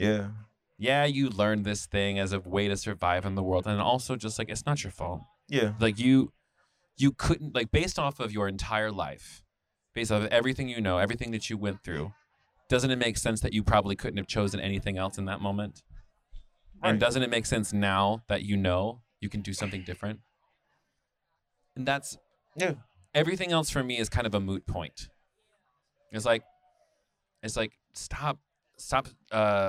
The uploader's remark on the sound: This convo was LIVE at reds beer garden ATL earlier this year.